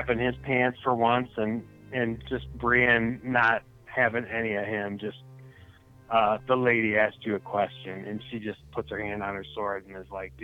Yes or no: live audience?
no